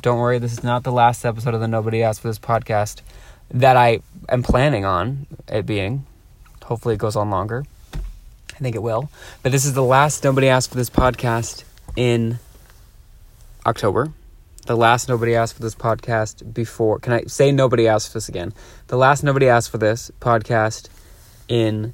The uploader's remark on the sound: records live from a parking lot